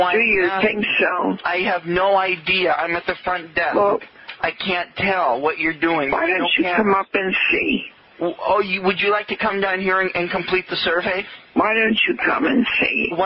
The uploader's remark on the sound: …'s Personal Prank Phone Calls Collection.